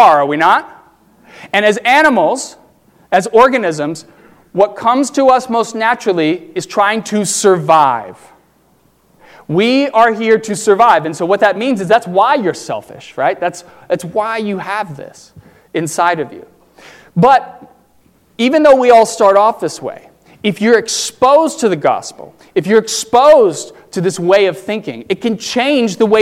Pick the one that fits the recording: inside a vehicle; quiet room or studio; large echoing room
large echoing room